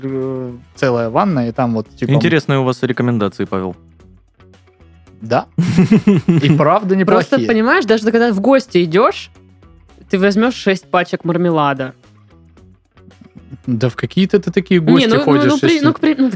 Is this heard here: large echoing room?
no